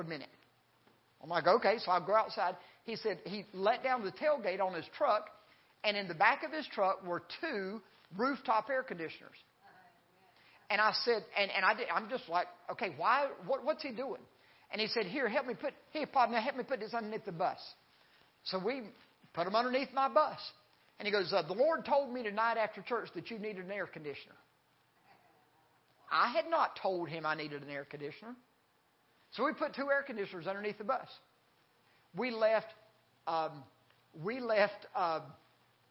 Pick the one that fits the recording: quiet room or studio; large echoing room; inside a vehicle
large echoing room